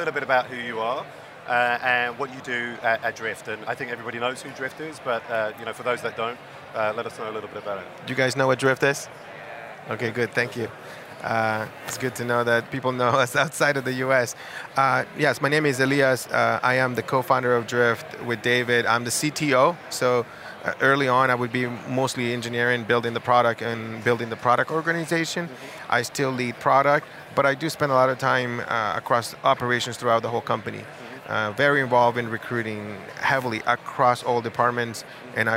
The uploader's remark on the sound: Live from SaaStock19